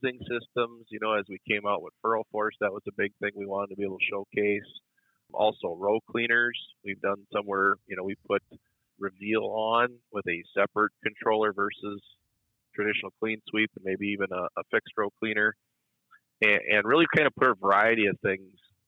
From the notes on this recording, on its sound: a phone call